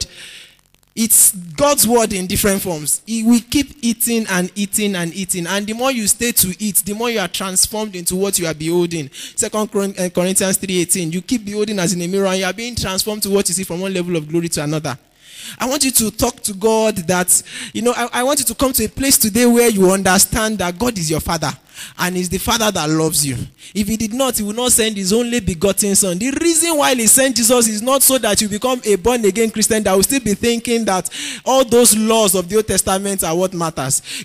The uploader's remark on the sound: Preached at NCCF Gombe State.